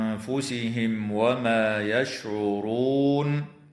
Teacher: إخفاء حقيقي للنون الساكنة مع الغنة مرققة في كلمة بأنفسهم